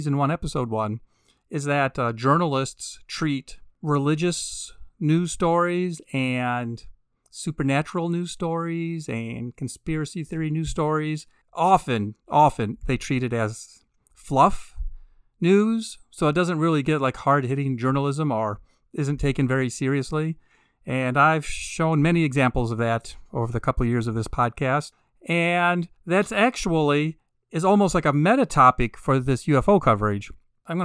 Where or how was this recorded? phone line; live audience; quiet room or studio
quiet room or studio